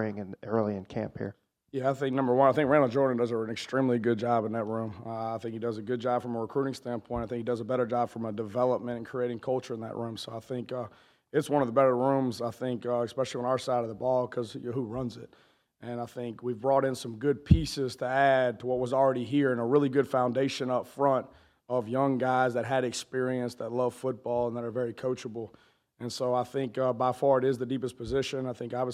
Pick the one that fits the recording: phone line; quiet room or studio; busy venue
busy venue